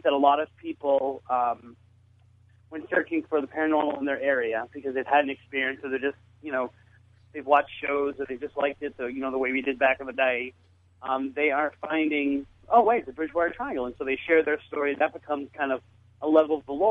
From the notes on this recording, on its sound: Joins us on the phone as we conduct our annual look into the Bridgewater Triangle, with numerous paranormal groups and investigators positioned out in the field and checking in with us periodically.